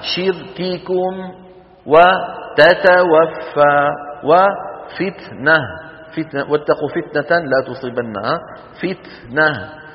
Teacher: الكاف والتاء حرفان فيهما صفتان على الترتيب وليستا في زمن واحد، الشدة أولا ثم الهمس، أو قل الشدة فالهمس، لأن الفاء في لغة العرب تفيد الترتيب من غير تراخ. فعندما ينطق القارئ الكاف لابد من أن يقفل المخرج تماما فينقطع الصوت، وبهذا تظهر صفة الشدة